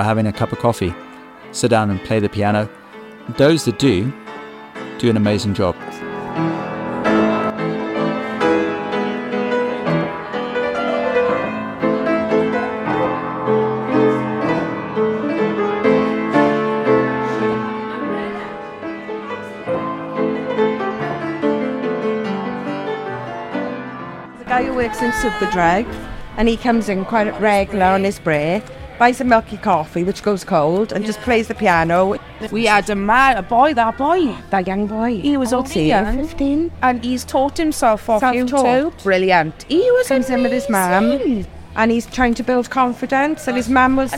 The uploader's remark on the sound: 'Voces in the Market' recorded in Pontypridd Market. From Awen Cultural Trust and Y Muni Pontypridd in conjunction with GTFM.